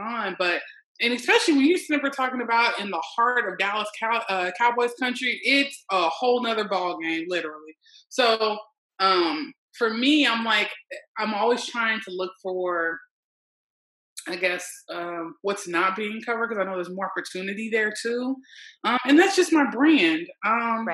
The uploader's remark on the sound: on our latest Zoom’d episode